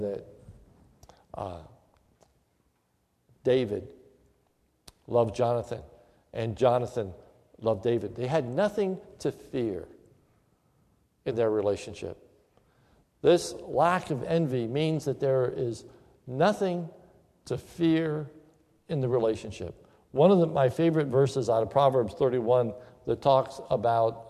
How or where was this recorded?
large echoing room